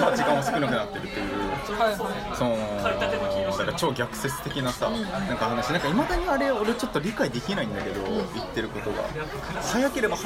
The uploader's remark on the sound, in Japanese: 録音のあとは腹が減って、大抵ごはんを食べる。よりカオスで、ノイズを含む録音だけど、それだけに没入感がある（のぞき聞き）音声にはなっていると思う。隣のお客さんは30代から40代くらいと思しき男性6人のグループだった。このグループと会話らしい会話はしてない、でもなんとなく応答をしてる雰囲気がある。